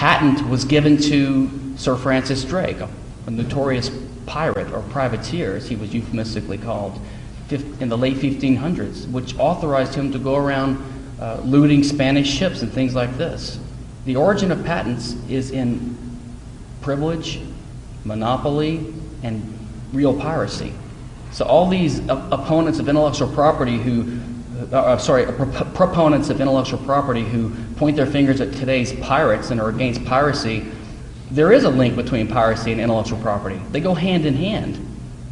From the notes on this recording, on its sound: At the 2010 Students for Liberty Texas Regional Conference, University of Texas, Austin. At the 2010 Students for Liberty Texas Regional Conference, University of Texas, Austin.